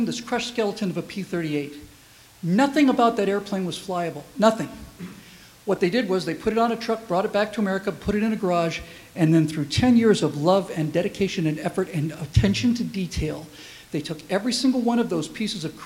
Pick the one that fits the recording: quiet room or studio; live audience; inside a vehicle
live audience